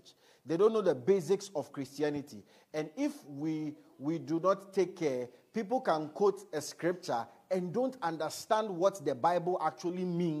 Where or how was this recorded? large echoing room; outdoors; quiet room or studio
large echoing room